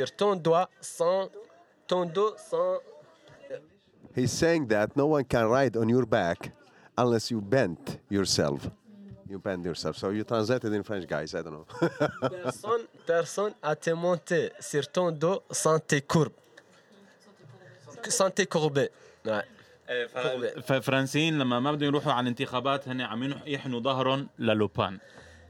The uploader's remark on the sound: A program recorded in public at the BAAM's house-warming party in Arabic and French.